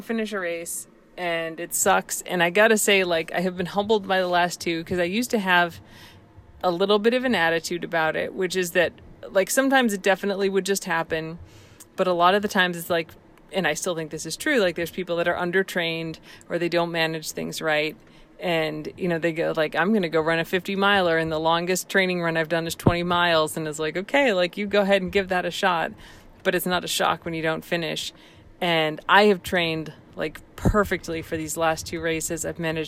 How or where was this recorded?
inside a vehicle